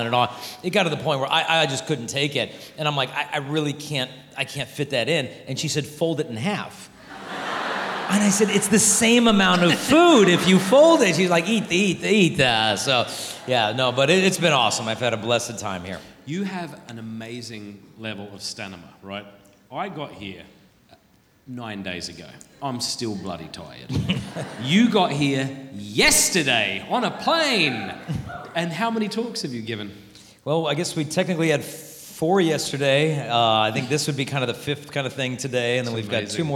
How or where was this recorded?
live audience